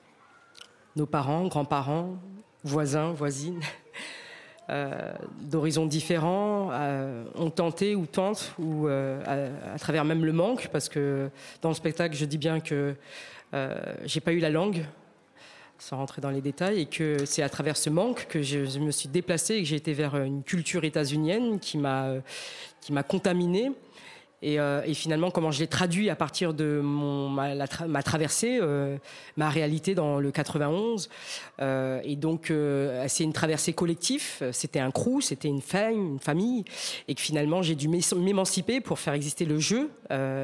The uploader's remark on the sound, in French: Enregistrée en public. Aux Ateliers Médicis.